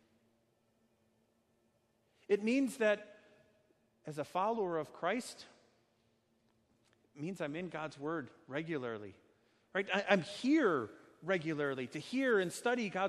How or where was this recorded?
large echoing room